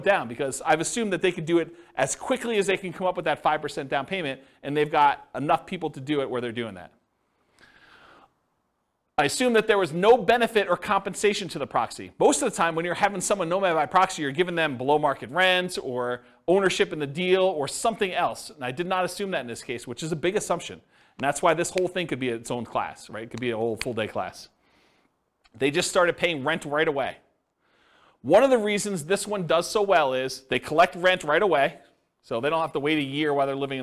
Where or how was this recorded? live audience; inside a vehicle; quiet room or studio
live audience